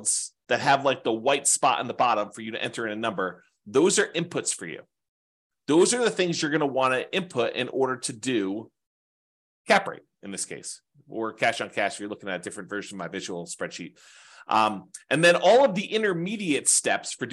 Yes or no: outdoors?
no